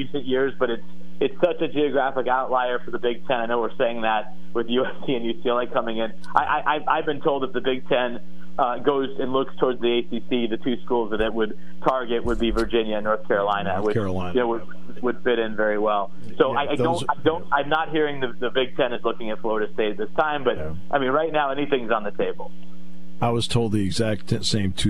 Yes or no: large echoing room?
no